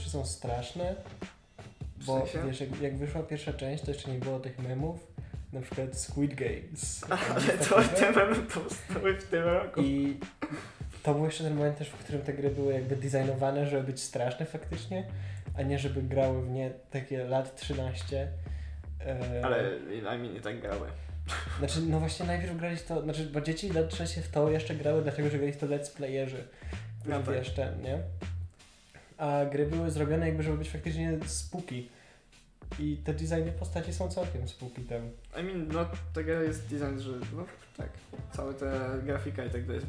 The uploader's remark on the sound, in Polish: Odcinek został nagrany na półleżąco, z mikrofonem położonym na oparciu kanapy